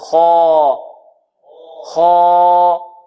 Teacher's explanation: الألف فخمت إذا بعد المفخم